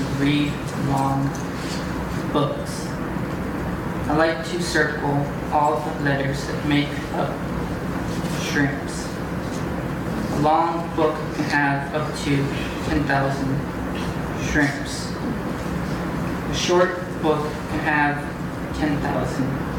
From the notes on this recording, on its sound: Recorded March 23, 2015 in Meyer Auditorium at Lake Forest College.